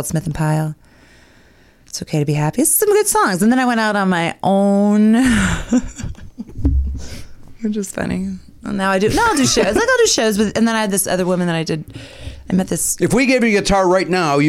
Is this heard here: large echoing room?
no